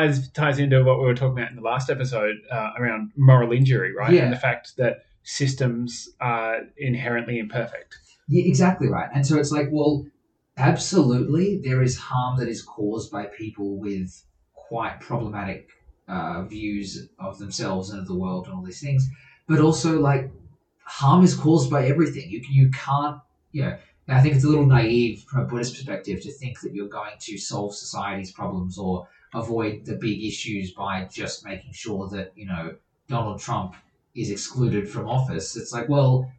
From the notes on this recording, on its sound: P.S - Yes the audio this week is also bad. Only one more week of bad audio to go!